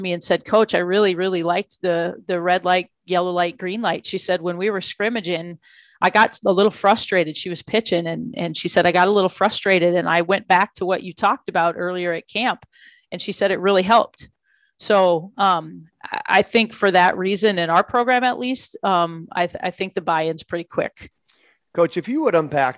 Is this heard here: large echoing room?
no